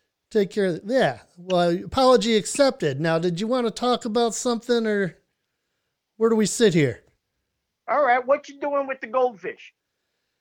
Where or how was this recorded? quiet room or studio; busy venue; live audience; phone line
phone line